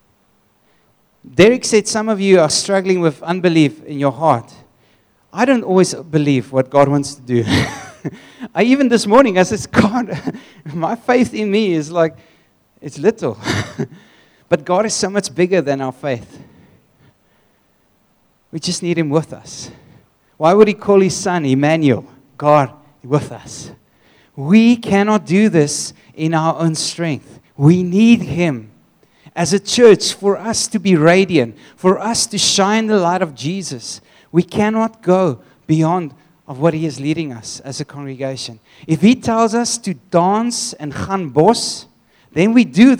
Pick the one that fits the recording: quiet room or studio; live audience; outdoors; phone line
live audience